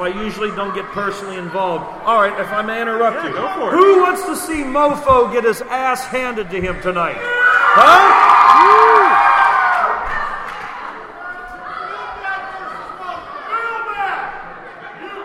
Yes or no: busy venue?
yes